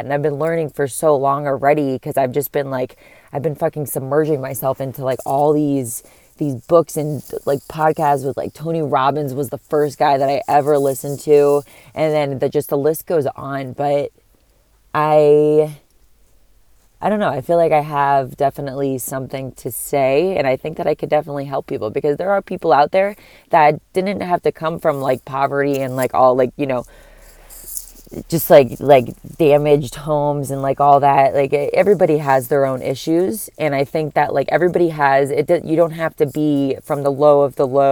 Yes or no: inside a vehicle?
yes